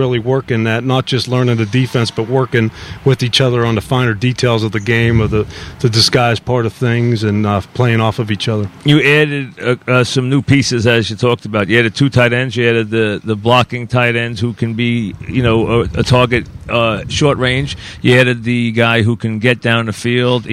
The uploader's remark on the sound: live from Giant camp